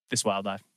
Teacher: It's almost like Japanese, like no stress, just three equally stressed syllables